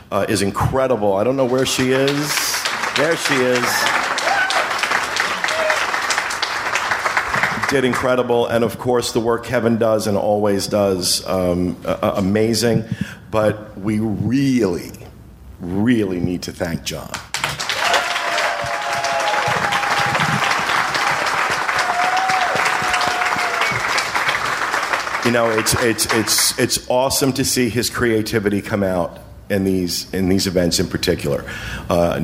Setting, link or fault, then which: setting, live audience